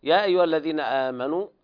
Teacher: فيها بدل ورش، قرأ بثلاثة البدل: القصر والتوسط والإشباع، وقد قرأنا بتوسط البدل